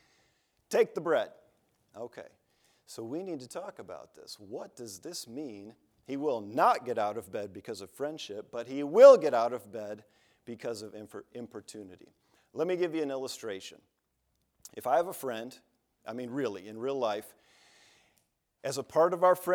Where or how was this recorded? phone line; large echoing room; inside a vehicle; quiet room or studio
large echoing room